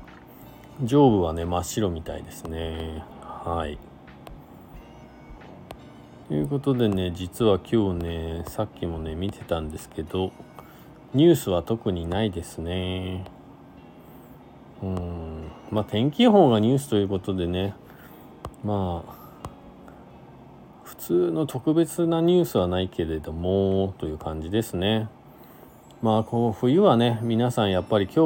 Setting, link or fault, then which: setting, inside a vehicle